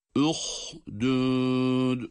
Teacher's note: uhdud derken durduğumuz dal harfi cezimli olduğu için kalkale ile okuyoruz. Yani cezimle durduğumuz için.